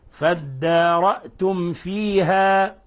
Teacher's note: فينبغي ألا تضغط على الميم ولا تكز عليها ولا تغنها لأنها مظهرة. فادارأتم فيها، وقلنا إنه من الخطأ أن نقرأ فادارأتم فيها. · Term: إظهار شفوي